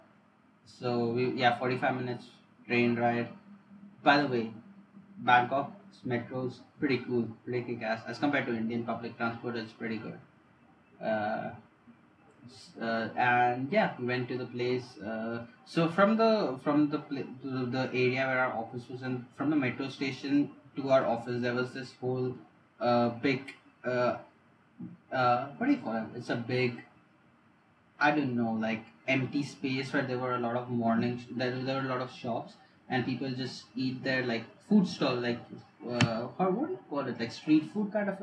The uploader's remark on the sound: Ignore the bad audio.